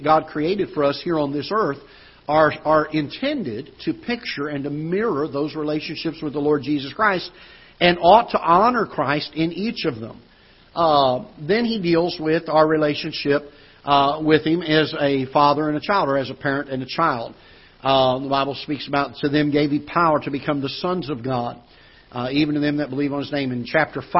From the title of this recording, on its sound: Ketha Heights Baptist Church ~ Live Broadcast